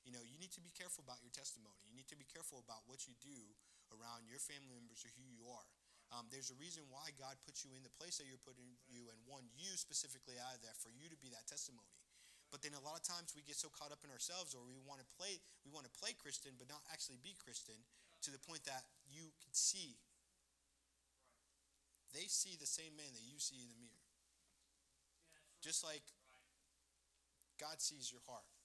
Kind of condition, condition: setting, large echoing room